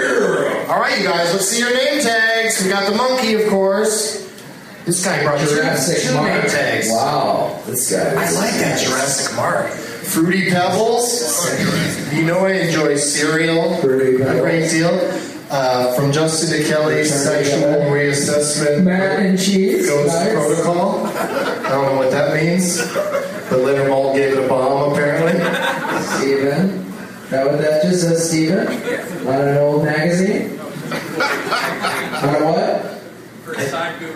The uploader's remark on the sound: against audience members at Zanie's in Nashville, TN